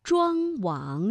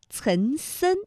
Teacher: 像庄王，这明显呢是从这个鼻子后方脑中央的位置发出了气流，而岑参，它的气流呢是比较靠近我们的口腔前部的 · Term: 前后鼻音